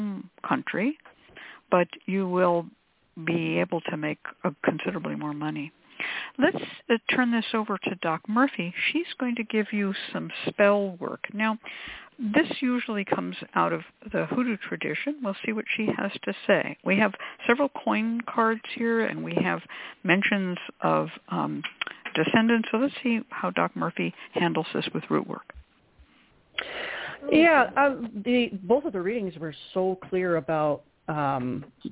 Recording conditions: phone line